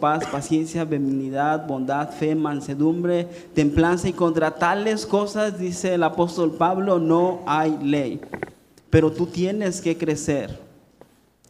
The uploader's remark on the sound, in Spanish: Este podcast fue grabado de un panel de preguntas y respuestas, esto en la reunión mensual de Juventud Zeteo.